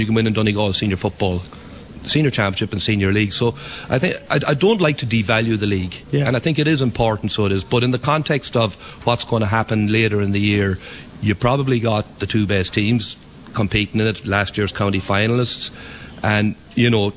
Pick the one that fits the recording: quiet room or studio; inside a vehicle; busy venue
busy venue